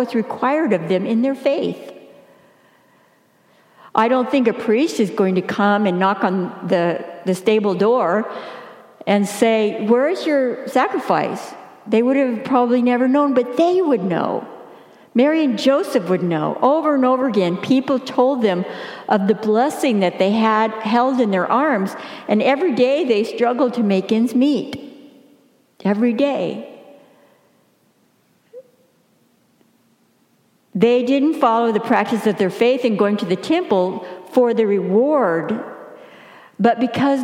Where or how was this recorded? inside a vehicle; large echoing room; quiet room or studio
large echoing room